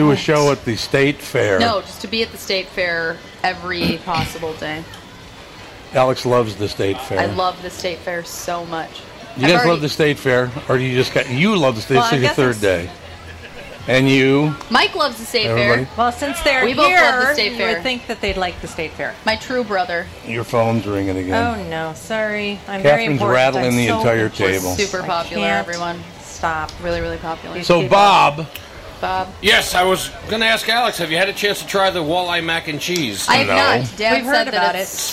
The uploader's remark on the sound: Live at the State Fair. Ten years ago, the family decided to broadcast live from the Minnesota state fair.